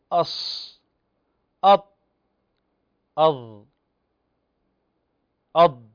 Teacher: نجرب، نقول أص أط أض أض، فتجد أن اللسان يلتصق مع قبة الحنك ويلتصق مع الحنك الأعلى، مع سقف الحنك، وينحصر الصوت بينهما · Term: حروف الإطباق